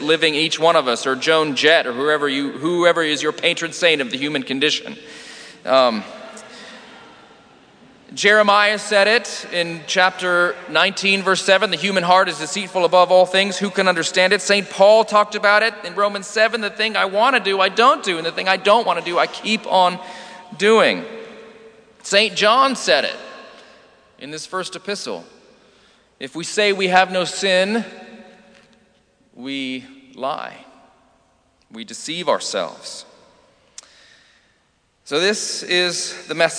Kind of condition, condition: setting, large echoing room